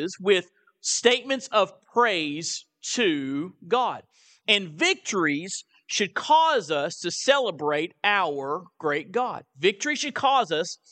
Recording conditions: large echoing room